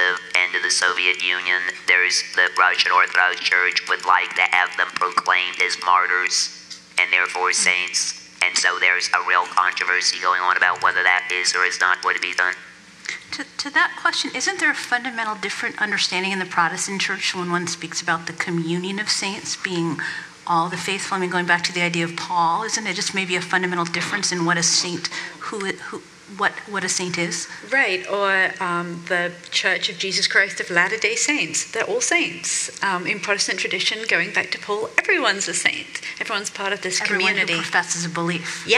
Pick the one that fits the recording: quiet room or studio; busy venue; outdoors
busy venue